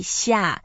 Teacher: 下 means down, and its fourth tone. Fourth tone goes down.